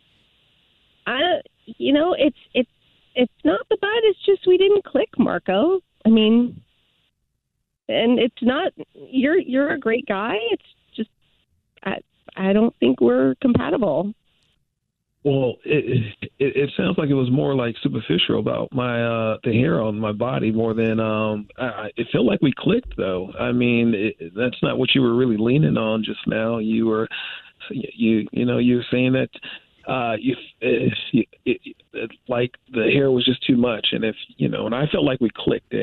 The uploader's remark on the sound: called into The Jubal Show